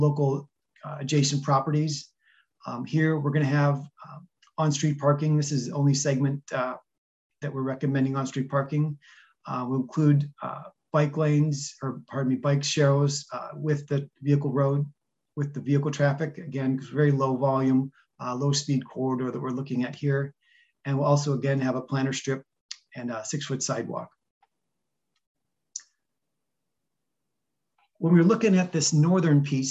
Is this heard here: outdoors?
no